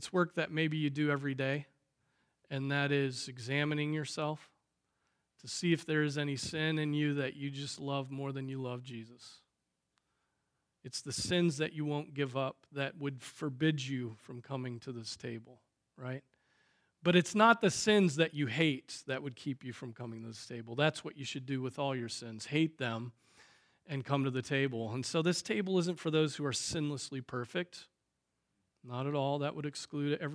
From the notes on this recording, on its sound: Preached on April 2, 2023 at Trinity Presbyterian Church ( Evangel Presbytery ) in Spartanburg, SC.